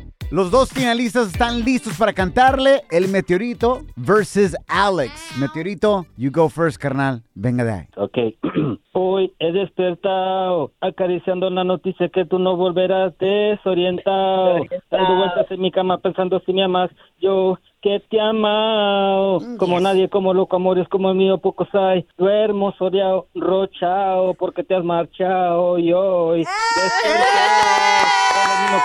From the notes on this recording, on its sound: We opened up the phone lines.